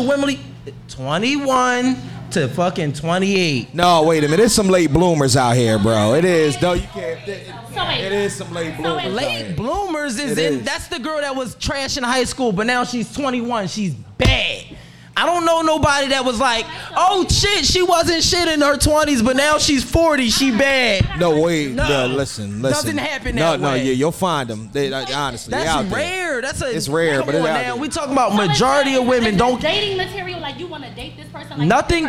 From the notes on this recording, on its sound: Live from Krush Lounge in Philadelphia PA!